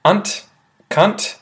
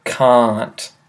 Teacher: cunt is incredibly abrupt, short. You just say unt, cunt, and can't is a lot longer. So you sort of elongate it, you stretch it out, you say can't.